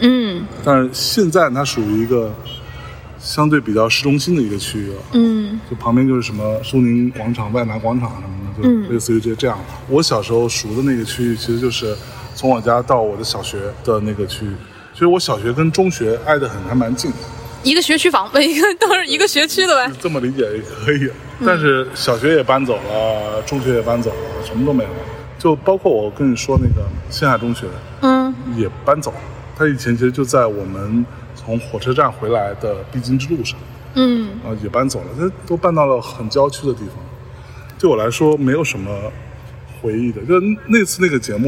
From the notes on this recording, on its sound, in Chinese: 在中秋之日的傍晚时分，在连云港的小河旁，他们边散步边聊天，便录制了这期伴随着自然环境音的“路边风”。